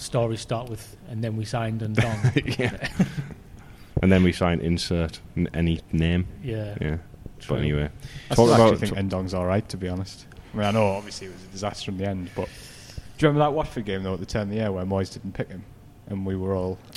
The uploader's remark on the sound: are at The Peacock